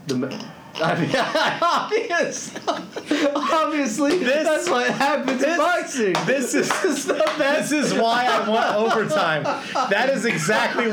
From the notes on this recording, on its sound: we record from Teays River Brewing and Public House